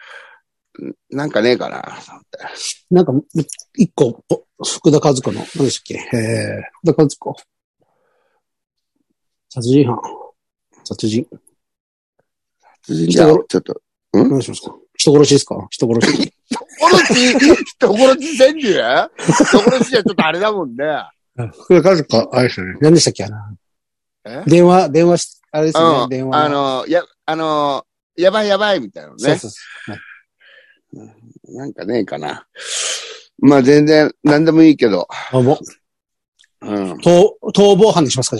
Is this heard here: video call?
yes